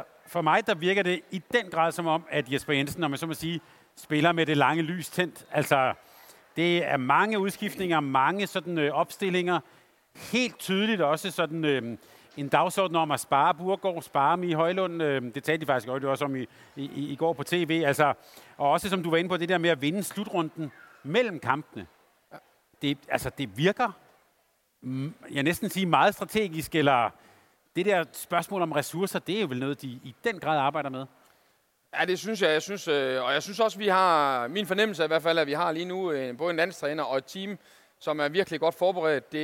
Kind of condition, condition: setting, busy venue